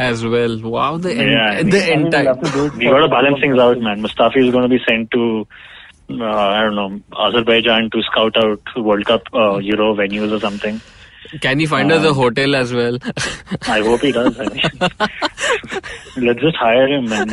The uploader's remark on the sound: joined by his trusted fellowmen over the phone